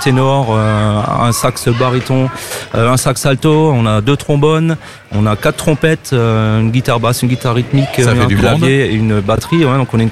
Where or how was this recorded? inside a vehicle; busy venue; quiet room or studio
busy venue